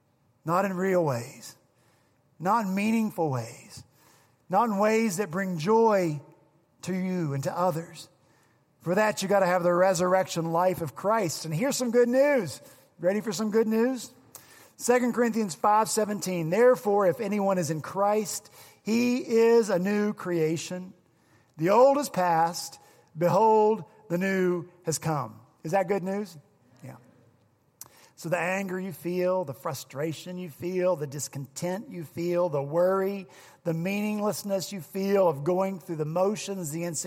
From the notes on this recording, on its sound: On Easter Sunday at Redeemer Presbyterian Church in Charleston, SC